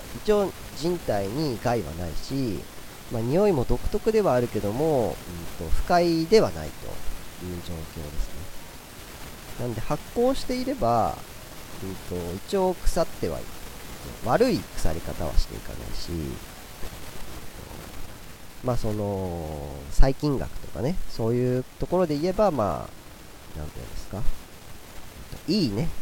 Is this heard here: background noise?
yes